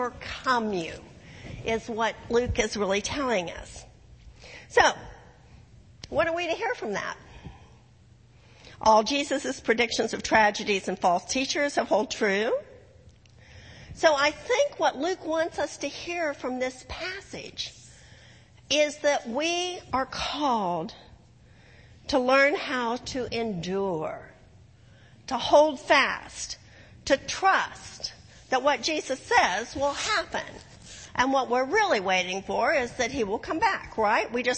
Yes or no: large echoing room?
yes